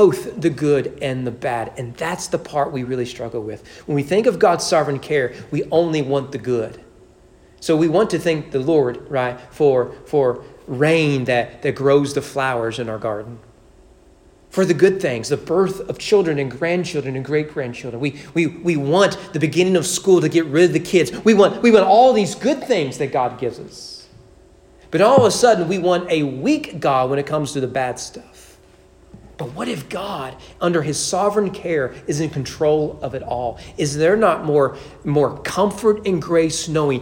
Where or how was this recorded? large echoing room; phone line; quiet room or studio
large echoing room